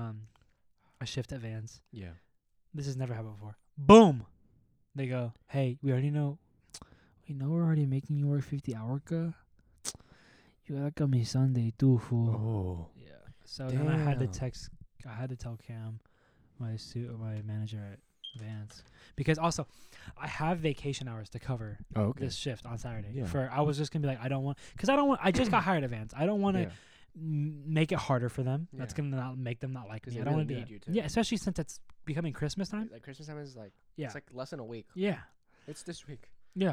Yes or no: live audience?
no